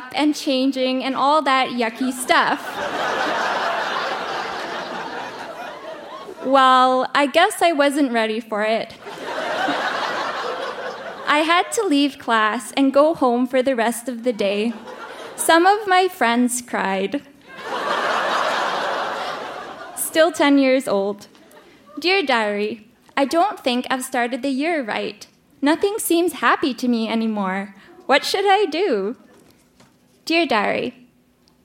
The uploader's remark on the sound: Recorded live at the Rio Theatre in Vancouver.